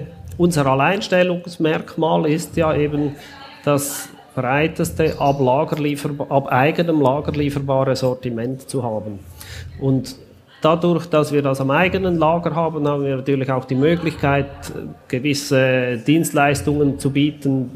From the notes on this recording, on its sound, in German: Im Podcast, live von der Züricher E-Commerce Connect, stellt er sich den Wachstumsfragen bei Kassenzone.